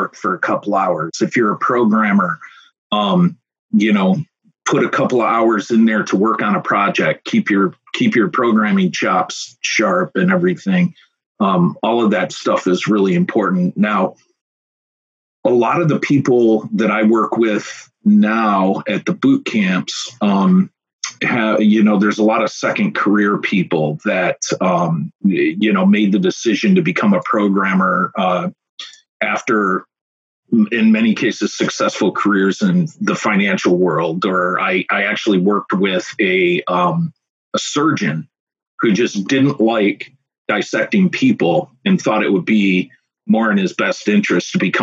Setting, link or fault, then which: link, video call